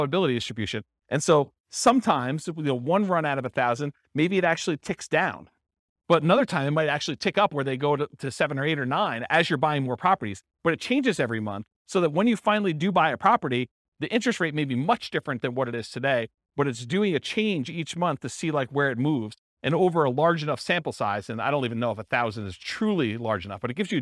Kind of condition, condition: setting, live audience